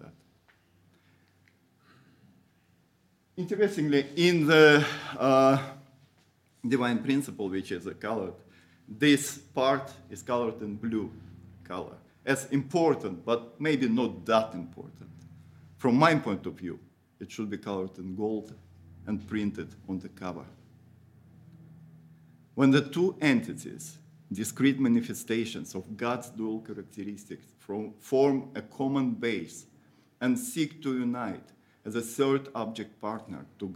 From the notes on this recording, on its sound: Audio from a sermon in Hatch End